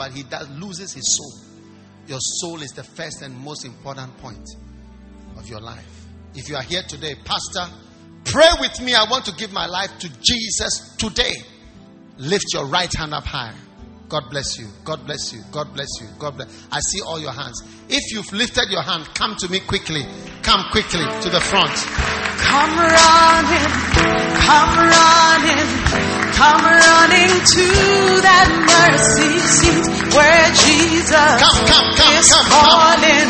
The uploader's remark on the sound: Preached at the First Love Church, University of Ghana